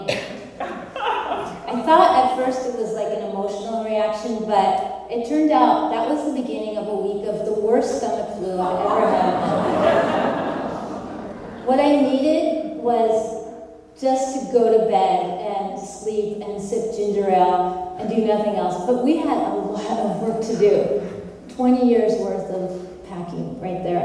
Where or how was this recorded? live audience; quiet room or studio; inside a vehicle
live audience